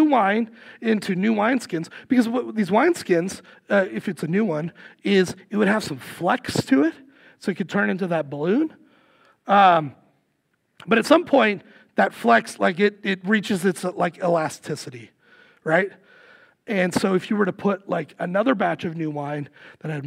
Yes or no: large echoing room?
yes